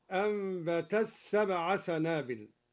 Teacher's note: أدغم الدوري التاء في السين هكذا أنبت السبع سنابل.